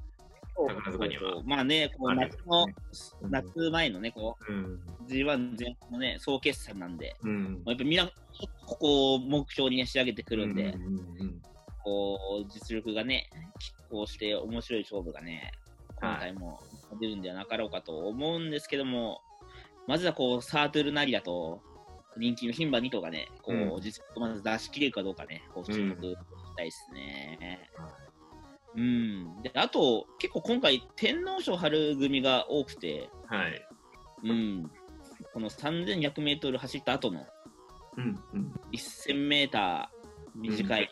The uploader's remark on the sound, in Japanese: ZOOM収録のため、聞き取りにくい箇所がございます。